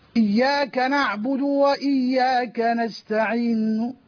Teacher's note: طب لو حبينا يا مولانا قبل ما نعمل الهيئة ونبين للناس الهيئة لو حبينا نعرف الروم ونعرف الإشمام بشكل بسيط جدا يعني الروم هو النطق ببعض الحركة يعني الروم طبعا نقول إياك نعبد وإياك نستعين أنا هنا يعني نطقت ببعض حركة الضمة للنون، إياك نعبد وإياك نستعين بصوت خفي